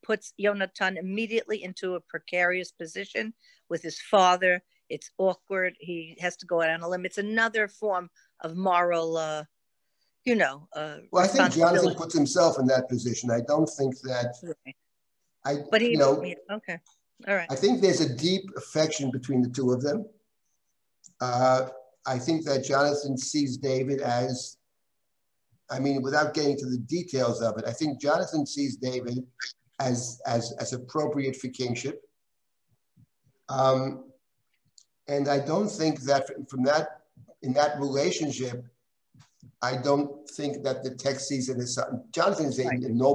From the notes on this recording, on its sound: This audio was originally captured from Zoom.